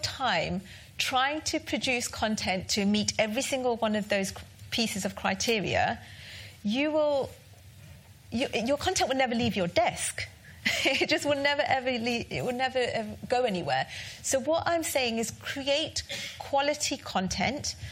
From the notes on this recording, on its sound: Recordings from HubSpot User Group Meeting - The London HUG - February 2019